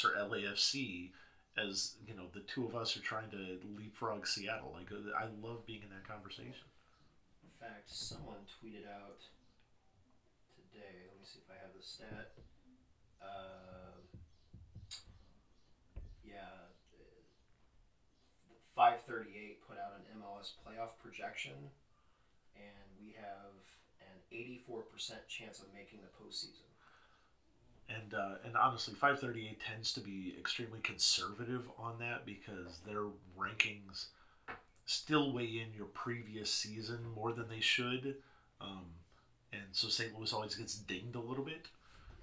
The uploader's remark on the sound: A technical issue resulted in softer-than-normal audio